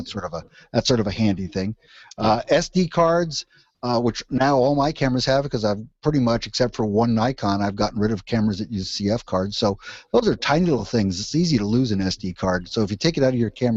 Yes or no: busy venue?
no